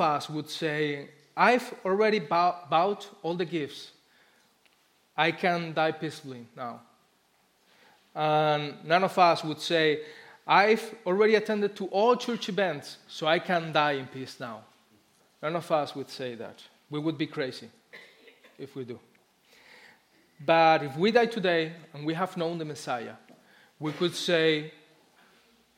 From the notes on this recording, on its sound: Christmas Eve Service Live Stream Recording